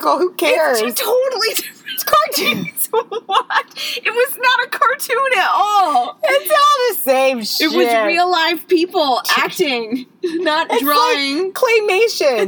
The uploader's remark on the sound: She had to be in the car for the New York City street sweepers!